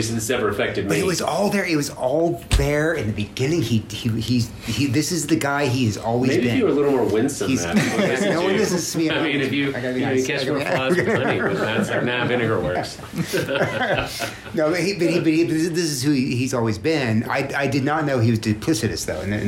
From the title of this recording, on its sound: On Location at GAFCON23